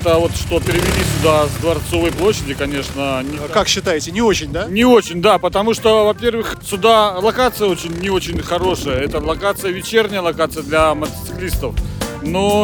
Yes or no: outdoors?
yes